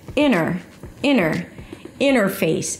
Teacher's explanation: Now when the T appears after an N, it is often dropped. So you may say something like inner, inner, interface. · IPA: ˈɪnəɹfeɪs